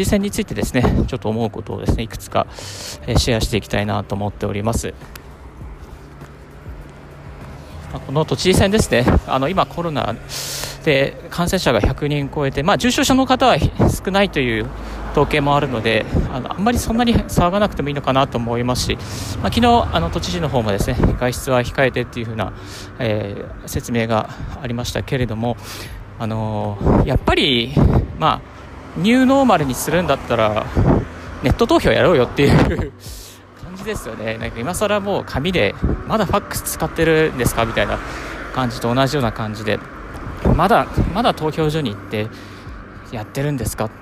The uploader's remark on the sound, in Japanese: 歩きながらラジオ配信